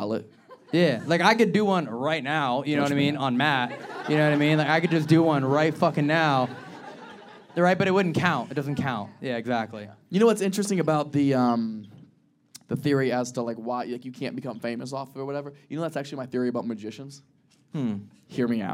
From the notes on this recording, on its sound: This episode was filmed in front of a live audience at a comedy club.